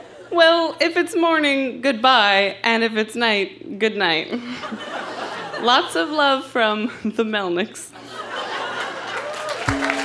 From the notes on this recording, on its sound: Recorded live at The Tranzac Club in Toronto, ON.